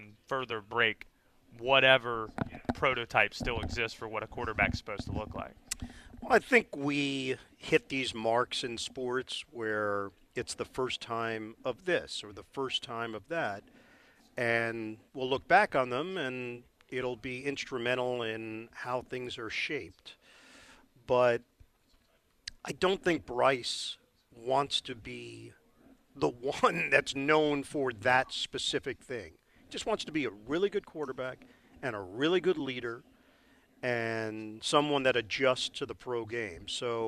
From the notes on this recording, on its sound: Live from the NSMA Awards.